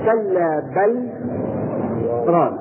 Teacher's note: لفصل بين اللام الساكنة والراء بسكتة خفيفة، سكتة اللي هو النظام كما سنعرفها إن شاء الله فيما بعد في الوقت.